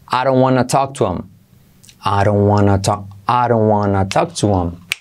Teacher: Want to se convierte en wanna talk to.